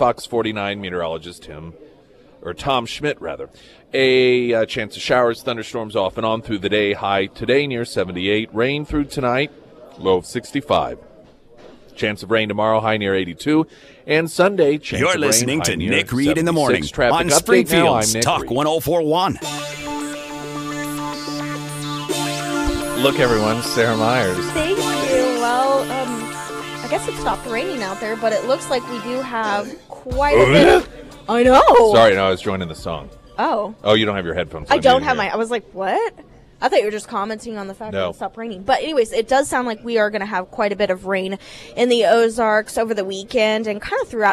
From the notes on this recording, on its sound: live at Scramblers Diner